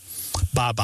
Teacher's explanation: that B sound coming off the lip followed by a vowel